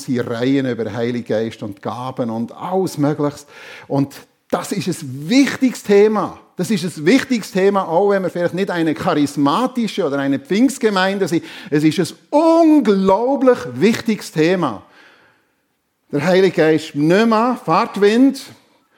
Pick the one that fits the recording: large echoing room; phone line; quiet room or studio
large echoing room